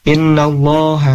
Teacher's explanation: dan lafaz Allahnya di sini tebal ya, tafkhim